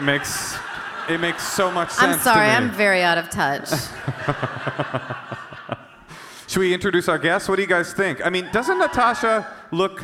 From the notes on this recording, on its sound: the live episode recorded as part of the Netflix Is A Joke Festival at the Hollywood Forever Cemetery